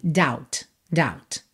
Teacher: Doubt, D-O-U-B-T, esse B é completamente mudo. Pode pensar que ele não tá aí.